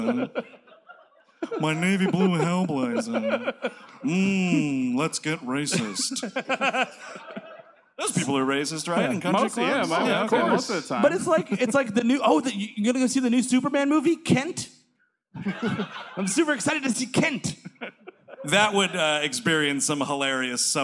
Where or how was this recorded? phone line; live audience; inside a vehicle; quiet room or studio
live audience